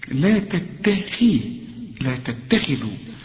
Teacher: الخاء مش مرققة لكن في آخر درجات التفخيم